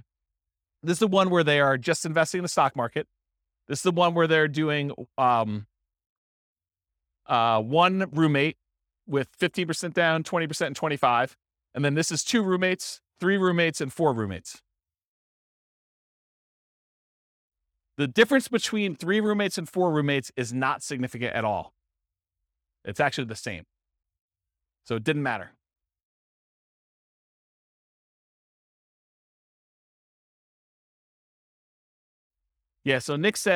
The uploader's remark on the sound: This was a live class recorded.